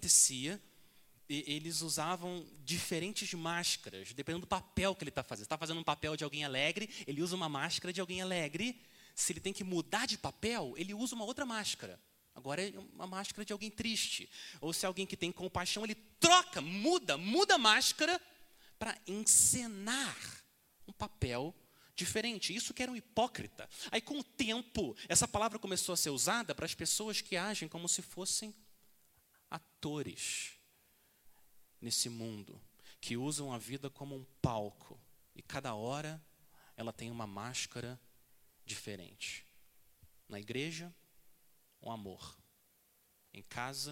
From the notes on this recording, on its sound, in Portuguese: Mensagem gravada na Igreja Batista Jardim Minesota